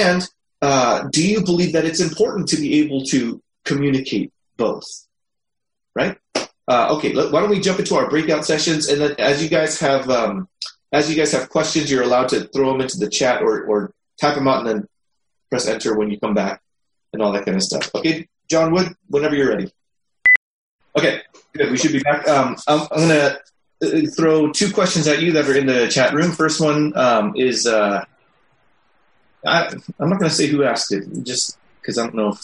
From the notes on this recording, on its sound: These weekly sessions are a held through a Zoom meeting for the discussion time.